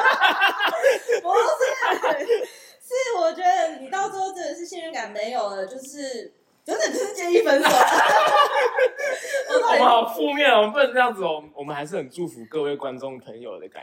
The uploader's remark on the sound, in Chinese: 請多包容音質問題喔~ 錄製當下沒發現有回音、聲音過小的問題QQ。